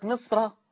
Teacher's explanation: الصاد الساكنة حاجز بين الميم المكسورة والراء المفتوحة، فحكم الراء التفخيم قولا واحدة. ده هيبقى زي حفص يا شيخ، أيوة، لأن الساكن هنا صاد، لأن أنا قلت لما يبقى صاد أو طاء أو قاف هفخم.